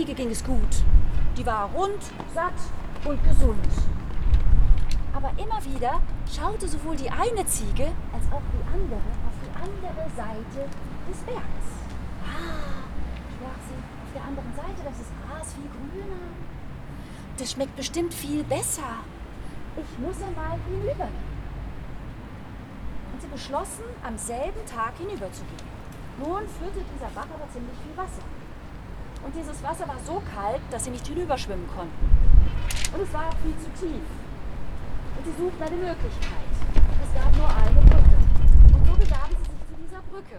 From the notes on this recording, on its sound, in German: Friedenskundgebung Müllheim, 8. April 2022. Etwa 15 Friedensaktivistinnen und Aktivisten vom Müllheimer Friedenskreis mahnten bei starkem Wind und wenig Laufpublikum zum Ende aller bewaffneten Konflikte.